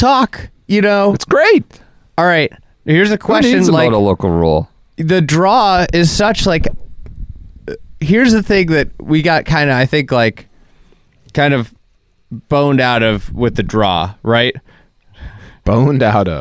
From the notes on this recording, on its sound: Record this Saturday podcast from Augusta National, where they empty the notebook with various amusements from the rain-soaked second and third round.